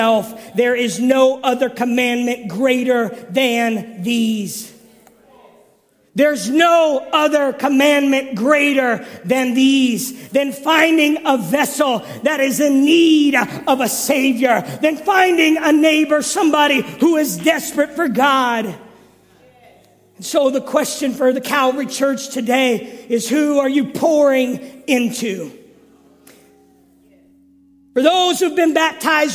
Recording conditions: large echoing room